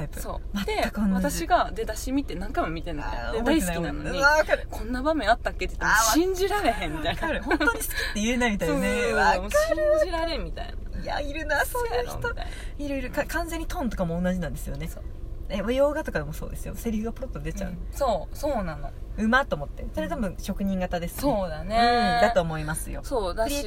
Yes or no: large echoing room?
no